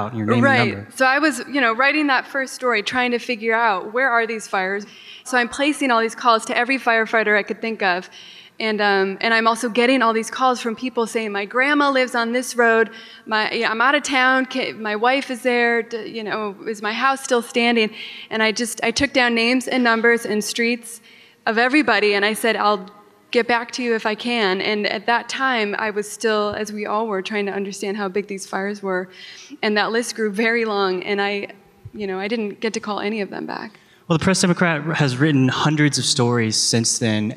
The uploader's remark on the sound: Live Event. Interviewed those reporters at the live show The Fire Tapes, a joint event with Snap Judgment.